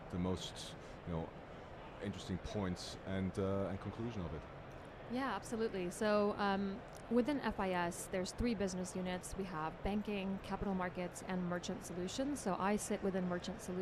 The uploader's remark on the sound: Recorded at Money 20/20 in October 2022.